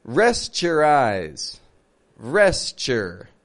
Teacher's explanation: We reduce the OU in the middle to be just a schwa sound